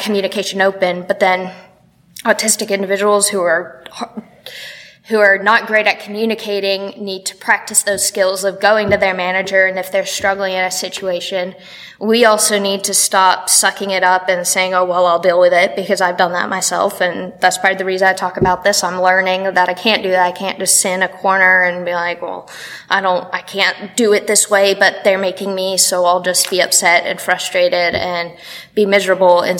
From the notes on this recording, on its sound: at the SOURCE Conference in Boston